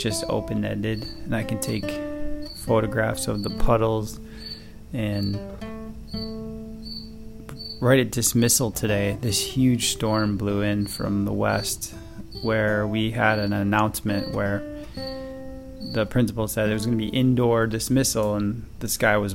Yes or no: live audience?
no